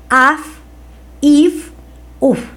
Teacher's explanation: Consonante F. Es un fricativo labiodental.